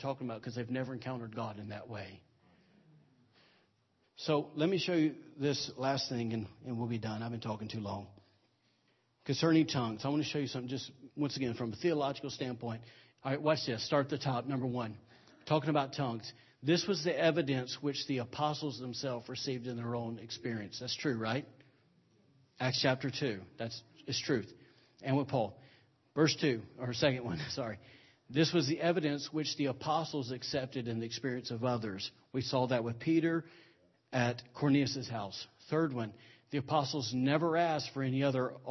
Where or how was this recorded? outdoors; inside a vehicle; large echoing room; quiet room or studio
large echoing room